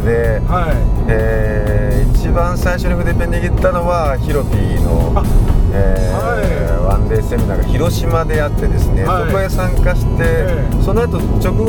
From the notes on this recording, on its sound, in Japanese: 即ドライビング対談収録しました